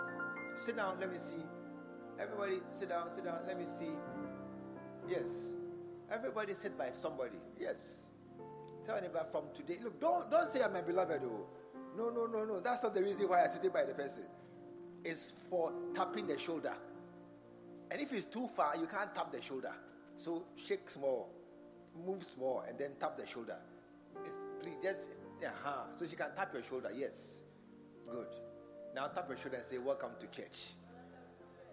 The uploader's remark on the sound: Preached at the True Vine Cathedral